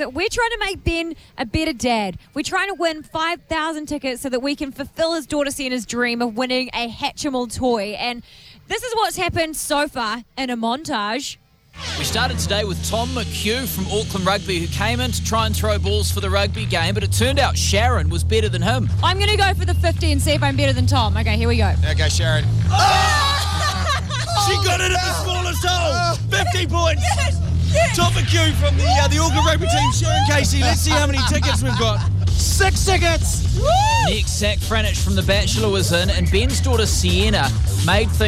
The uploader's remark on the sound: Live from Timezone Botany for the 'Timezone Takeover'.